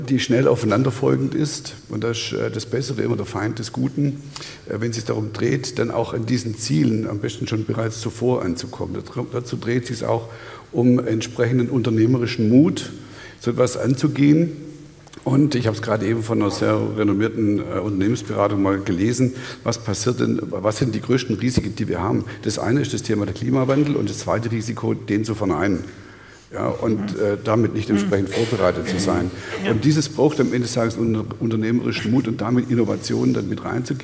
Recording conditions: busy venue